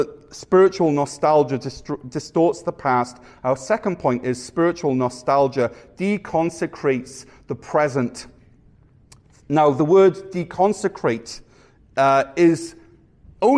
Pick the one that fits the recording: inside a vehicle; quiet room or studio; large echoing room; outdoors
large echoing room